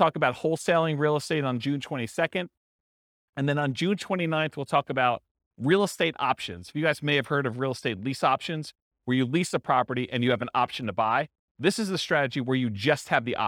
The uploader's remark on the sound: This was a live class recorded.